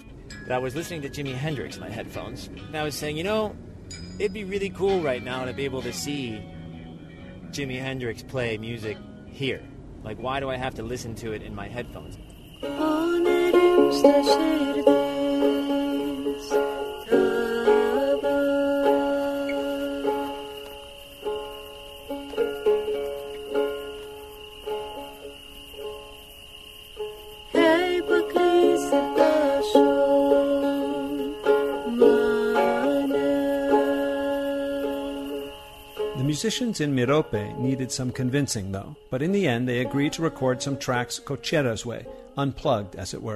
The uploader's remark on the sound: Wapapura: A Solar-Powered Recording Session in Spain. The open air recording project called Wapapura.